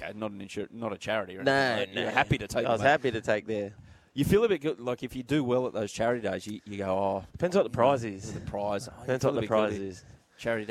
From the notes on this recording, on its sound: live from the Jayco tent at Hawkesbury Lifestyle & Leisure show